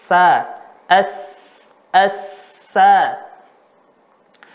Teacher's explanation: ditinjau dari segi nafas ya sa sifatnya terlepas nafas terlepas ya namanya nanti hamas kemudian ditinjau dari segi suara ya Sa ini namanya rokhawah. · huruf sa keluar dari ujung lidah bertemu dengan ujung gigi seri bagian atas